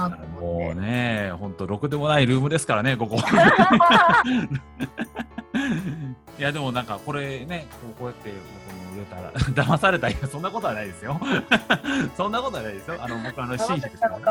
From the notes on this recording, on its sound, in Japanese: 公開収録です